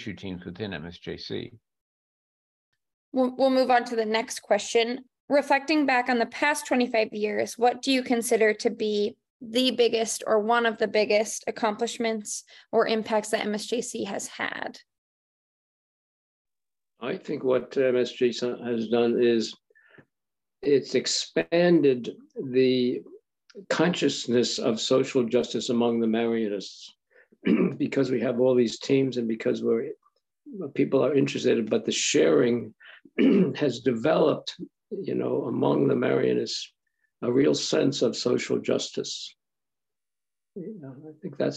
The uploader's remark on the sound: This podcast is a recording of a Zoom conversation